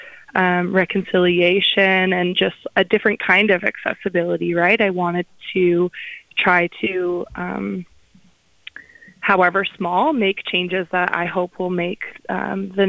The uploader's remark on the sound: we conduct a live phone interview